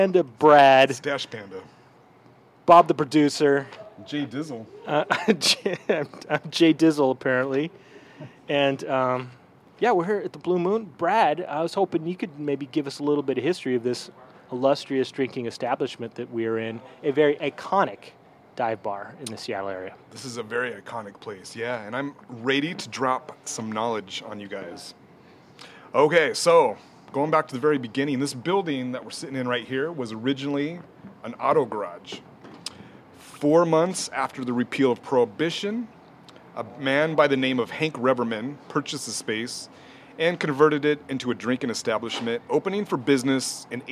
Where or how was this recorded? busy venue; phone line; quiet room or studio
busy venue